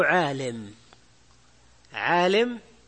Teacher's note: نحو عالم، عالم، فتمال الألف لأنه وقع بعدها كسرة. فالألف فيها استعلاء، والكسرة فيها تسفل، فتناسب الإمالة لأجل تكون الأصوات على نمط، أو الصوت على نمط واحد.